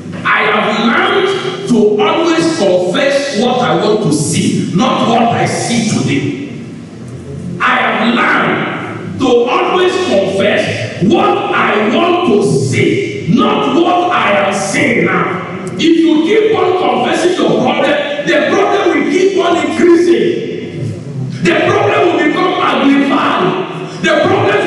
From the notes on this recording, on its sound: Covenant Champions Global Assembly Live Service